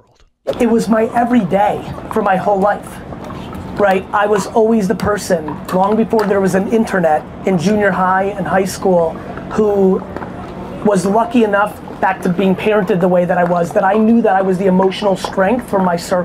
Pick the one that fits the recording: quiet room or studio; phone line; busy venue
busy venue